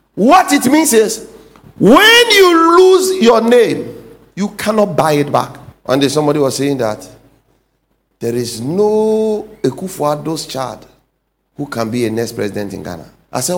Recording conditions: large echoing room